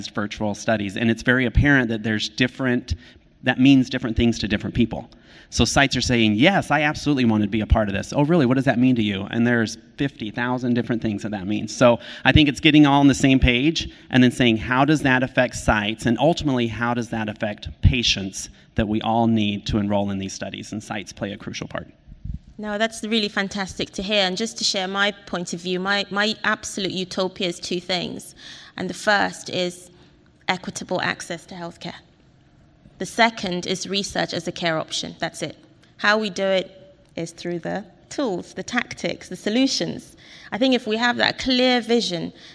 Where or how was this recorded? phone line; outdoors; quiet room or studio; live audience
live audience